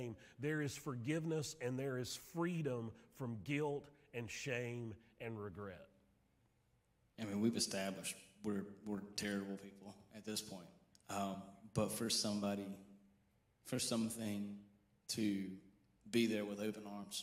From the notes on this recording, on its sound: Sermon audio from Mission Church in Locust, NC.